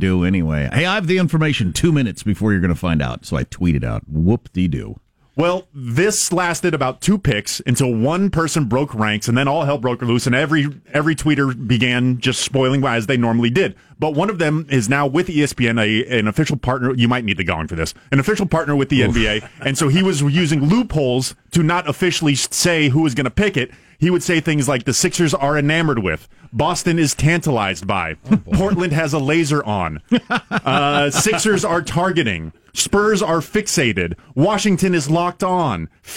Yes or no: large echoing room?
no